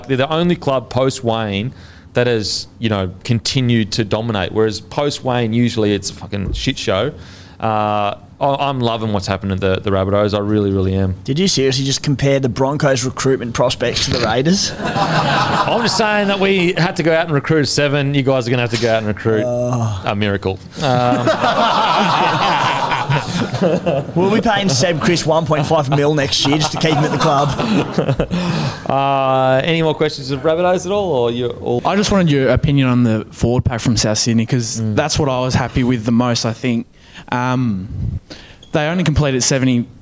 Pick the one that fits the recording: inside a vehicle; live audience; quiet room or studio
live audience